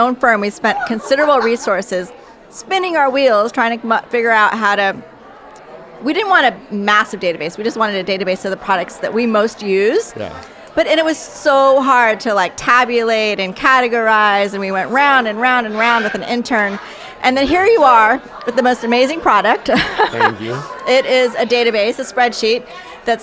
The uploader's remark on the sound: LIVE from NeoCon. We chat with six incredible guests.